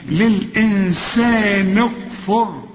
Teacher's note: والنون هنا لازم تكون مكسورة علشان الكاف ساكنة، فلازم نكسر النون، للإنسان اكفر.